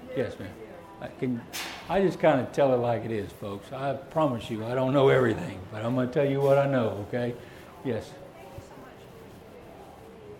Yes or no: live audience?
yes